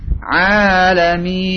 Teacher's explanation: Dan diperhatikan di ujung-ujungnya mim atau nun ditahan sedikit.